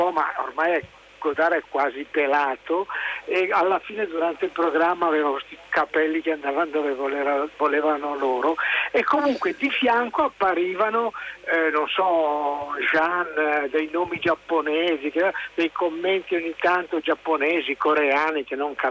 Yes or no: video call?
no